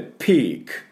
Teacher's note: ピーって伸ばして最後にクッと持ち上げる音ですね。重い荷物を持ち上げる音のクッで、ピークというふうに発音します。シーズンは S の音ですから、スッスッスッスッスッで、シーって言って、あのズンは Z の音ですね。ズズズ、シーズン、シーズンというふうに、前歯の方から音が、スッスッ空気が抜けて音が出ますね。だ、喉でシーズンシーズンじゃなくて、シーズンシーズン、前歯の音を出してください。このスッスッ、タイヤのチューブが抜ける音、そしてそれが濁る音、ズズズですね。では私の後について発音いきましょう。ピークシーズン、ピークシーズン、はい、いいと思いますね。でそれに対して、少ないやつね、これはですね、オフシーズン、オフシーズン。でシーズンは今やりましたけれども、このオフの音ですけれども、日本人の場合で口先でオフオフって言って F の音が出てない場合も多いですね。じゃなくて喉の奥でオッオッオッ、あのオペラ歌手がオッオッオッオッオッっていうぐらいですね、喉を開いてオッオッと出します。アメリカ人だともっと開きますから、あ、こんな音になりますね。オフシーズン、オ